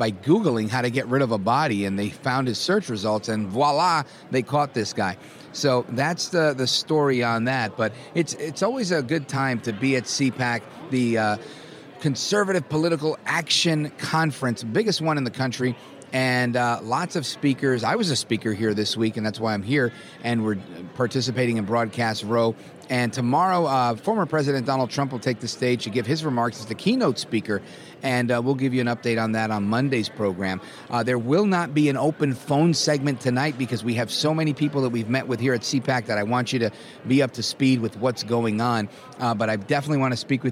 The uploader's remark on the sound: while on media row at CPAC in Washington D